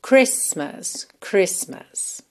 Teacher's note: Só que, com essa palavra aqui, especialmente, a gente realmente não pronuncia a letra T. Então, você vai dizer Christmas, Christmas.